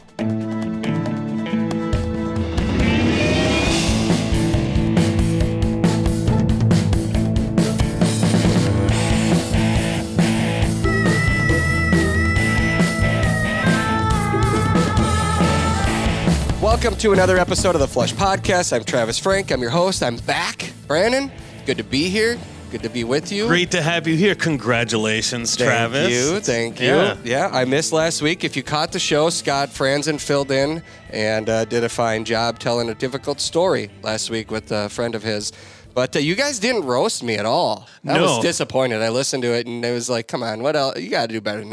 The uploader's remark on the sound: live at Pheasant Fest